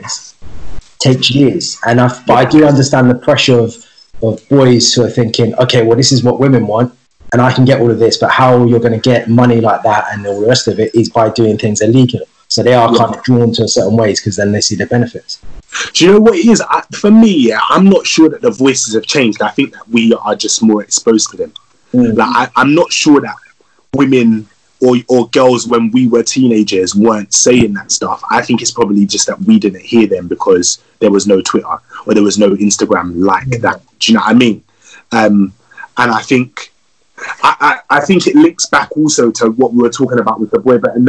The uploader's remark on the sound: This Episode was recorded via Instagram Live and Skype